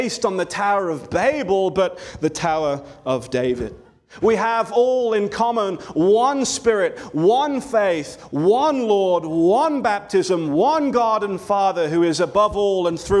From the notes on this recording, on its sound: This sermon was delivered on October 22, 2023 at Antioch Presbyterian Church, a mission work of Calvary Presbytery of the Presbyterian Church in America located in Woodruff, South Carolina.